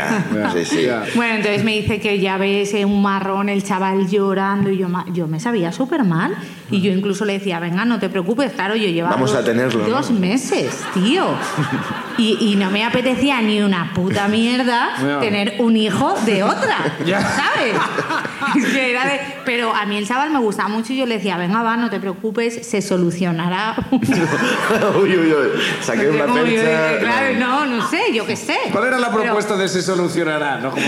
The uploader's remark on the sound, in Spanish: El público sube a contarnos